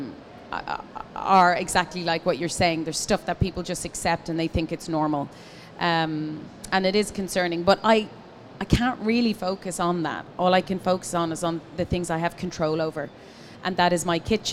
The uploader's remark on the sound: Live from Commercial Kitchen. Was recorded live.